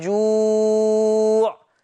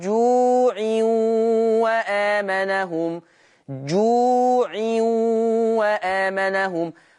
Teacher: يبقى انا لما وقفت قلت جوع مديت، ولما انا وصلت برضو مديت مع اختلاف اسم المد · Term: صفة المد